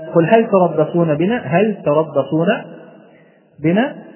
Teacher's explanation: أما حكم هل فهي أيضا مظهرة، فيجب إظهار اللام في كلمة هل